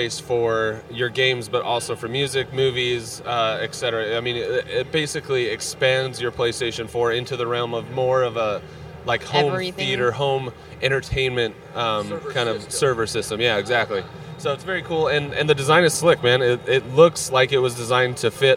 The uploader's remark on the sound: We descend on the Sony Booth&#8217;s Main stage to record this weeks LittleBigKast! LIVE from CES 2015!! We descend on the Sony Booth’s Main stage to record this weeks LittleBigKast!